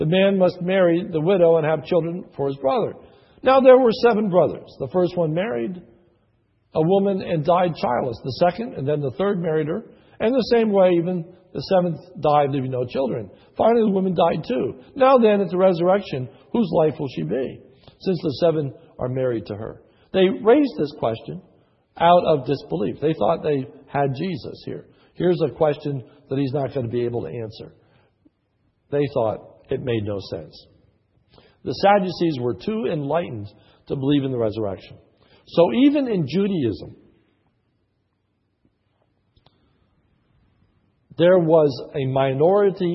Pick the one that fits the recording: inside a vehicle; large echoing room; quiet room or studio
large echoing room